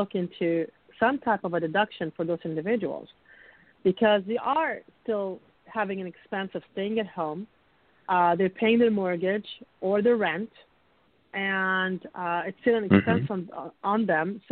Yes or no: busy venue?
no